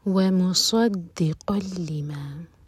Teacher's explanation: ومصدق لما، صاد ہیوی، قاف کی تنوین کے بعد لام، یہ ادغام بغیر غنہ کے